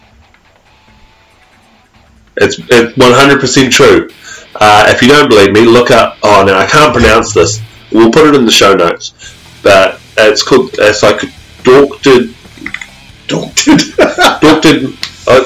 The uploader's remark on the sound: Due to alot of technical problems we are a day late at sounding a bit different but we are workong on fixing it.